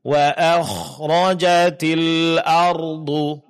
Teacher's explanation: Nah, jadi begitu juga huruf kha, jangan wa akhrajati, wa akh rojati, suara jangan tertahan ya, karena huruf kho sifatnya adalah rohawa, yaitu suara terlepas, tidak tertahan